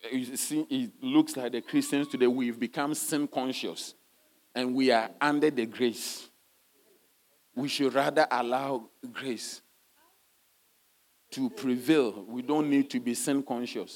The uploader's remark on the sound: Sermon delivered on Sunday, December 31, 2023, at Strong Christian Church in Cape Town, South Africa.